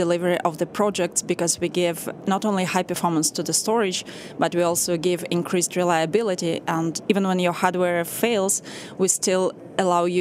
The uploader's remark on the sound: In this livecast from the National Association of Broadcasters conference in Las Vegas